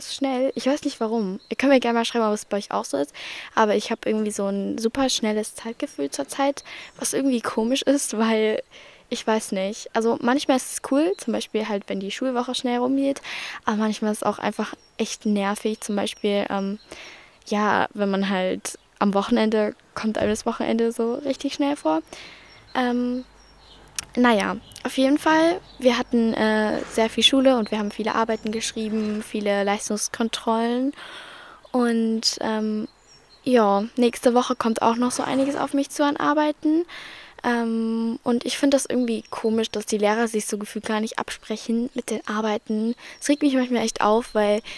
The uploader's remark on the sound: Talk outside. Heute saß ich im Garten und hab ein bisschen drüber geredet.